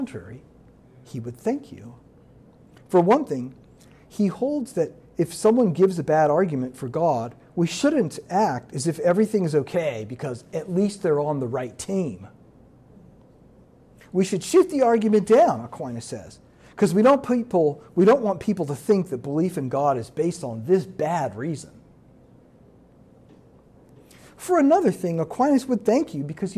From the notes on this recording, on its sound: This lecture was given on September 11, 2023, at the University of Maryland